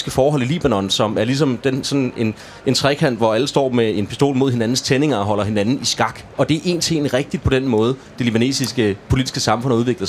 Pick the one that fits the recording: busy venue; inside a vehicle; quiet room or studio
busy venue